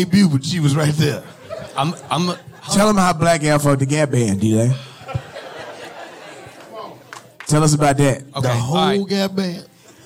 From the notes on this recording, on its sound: (LIVE). The fellas answered questions live from the audience.